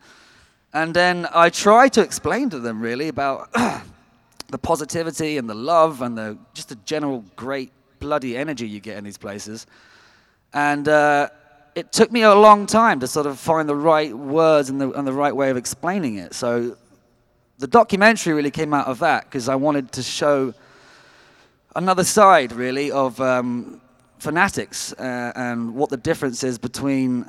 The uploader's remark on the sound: Live from LeakyCon 2019: Dallas. Answers audience questions!